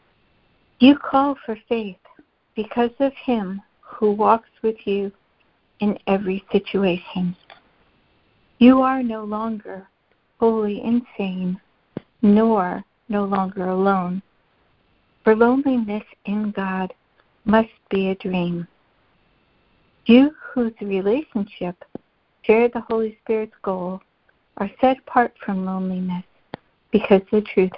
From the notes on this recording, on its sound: ACIM Daily Conference Call